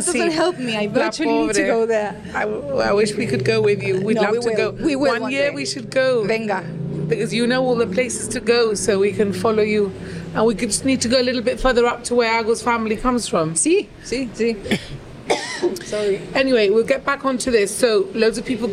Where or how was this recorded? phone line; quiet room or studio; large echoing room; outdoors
outdoors